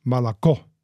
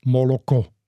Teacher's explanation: Aber die Aussprache auf Russisch ist Malako. Also das O wird so reduziert zu einem Ä · Shown in: first take · Malako. Und im Ukrainischen bleibt das aber nicht reduziert, Moloko. · Term: Lautreduktionen